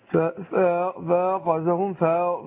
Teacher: الفاء بتخرج من بطن الشفة السفلى